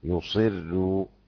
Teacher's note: رقق الأزرق الراء بخلفه لأنها مضمومة، كذا كذا في الضم رقق في الأصح. · Term: ترقيق الراء